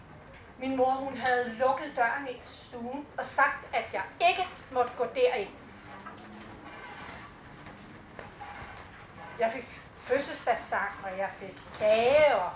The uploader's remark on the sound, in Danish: Lyt med på denne live-optagelsen fra festivalåbningen, lørdag den 6.8.2022 i HF Prøvestenen på Amager. I teltet på plænen.